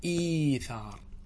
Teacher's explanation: إذا اجتمع همزتان والهمزة الأولى مكسورة والهمزة الثانية ساكنة فإن الهمزة الثانية تبدل إلى ياء فتصبح إيثار.